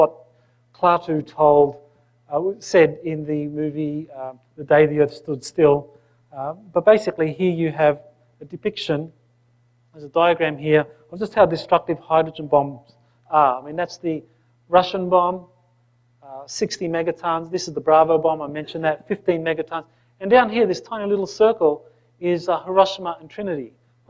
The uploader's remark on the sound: In this video recording from the January 2010 Earth Transformation Conference held on the Big Island of Hawaii